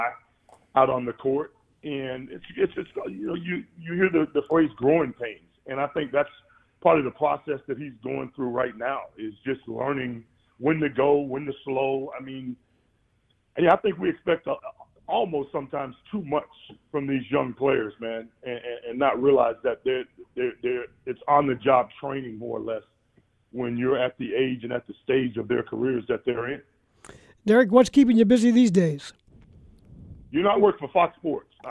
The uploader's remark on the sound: taking your phone calls and texts